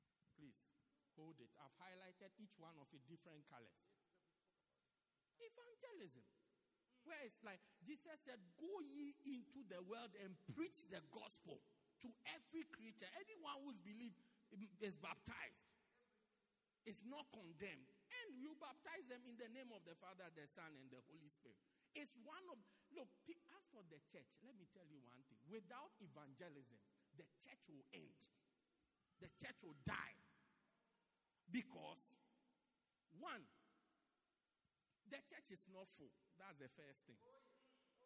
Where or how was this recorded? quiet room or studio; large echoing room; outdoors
large echoing room